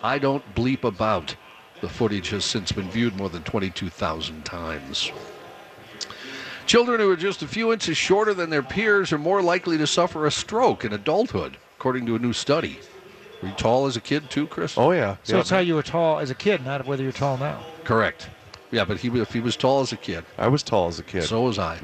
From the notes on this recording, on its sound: live from the Venture Bank Minnesota Golf Show